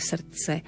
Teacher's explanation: Vždy dodržme ten náznak písmenka T vo výslovnosti srdce.